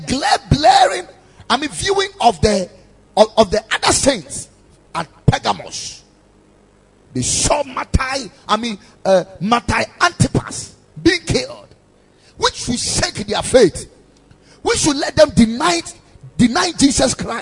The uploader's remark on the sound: Preached at the Ekklesia Chapel